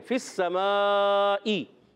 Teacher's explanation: फिर सवाई, फा को सीन से मिलाना है, फा की अदायगी क्लियर, फा ऊपर वाले दांत किनारे नीचे वाले होंठ के तर हिस्से से अदा होता है